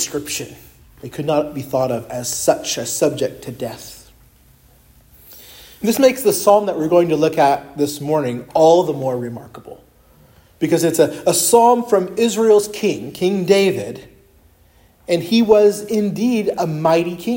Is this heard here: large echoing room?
yes